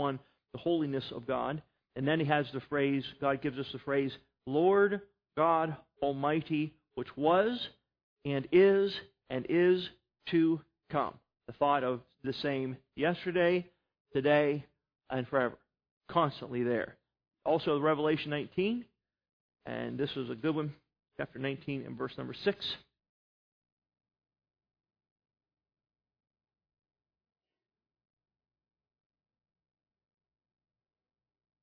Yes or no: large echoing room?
yes